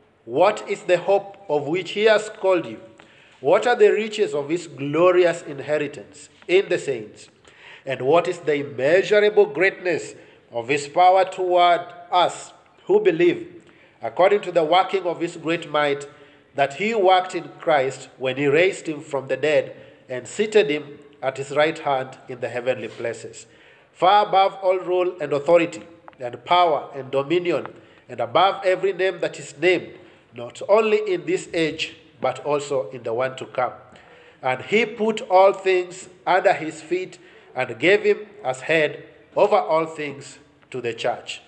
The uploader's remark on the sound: preached God's word to Bethesda Baptist Church Nyeri